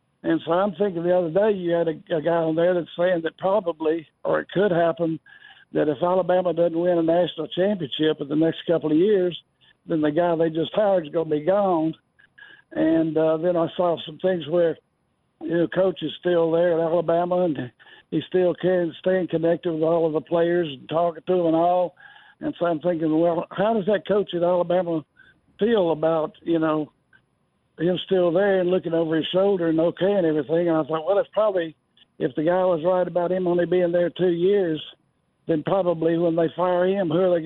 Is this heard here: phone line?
yes